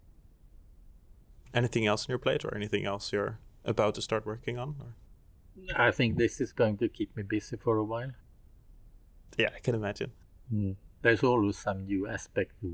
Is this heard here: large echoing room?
no